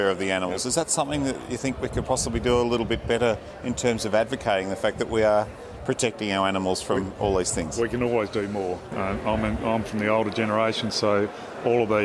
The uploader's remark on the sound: We also check in on the health of the sheep industry in SA at the GrowingSA conference near Adelaide.